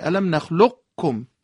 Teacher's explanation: ادغام ناقصه، یعنی بوی قاف تو کاف باید شنیده بشه